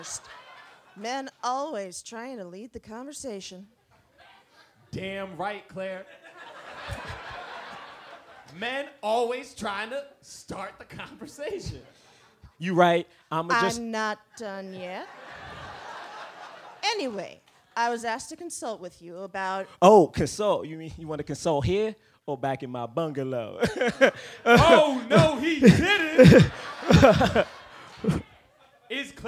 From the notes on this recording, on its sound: A special episode of the podcast recorded live in Austin.